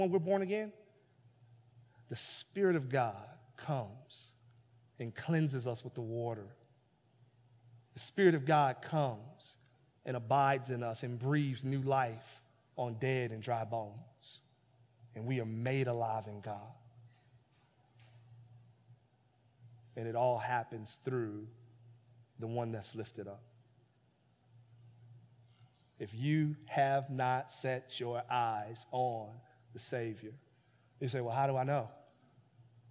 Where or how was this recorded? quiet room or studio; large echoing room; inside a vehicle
large echoing room